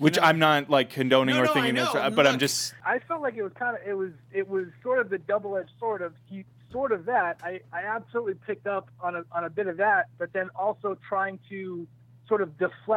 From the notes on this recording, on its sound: joined on the phone